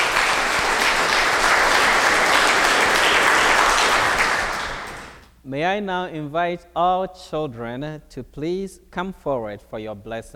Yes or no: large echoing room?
yes